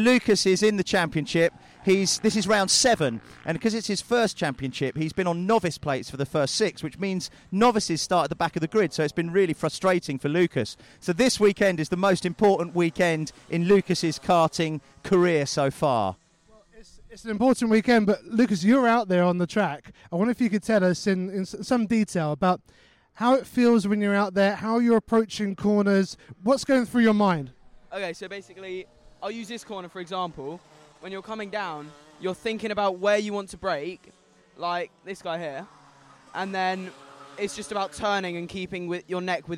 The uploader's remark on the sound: In this episode, we broadcast live from Forest Edge Karting Club near Andover.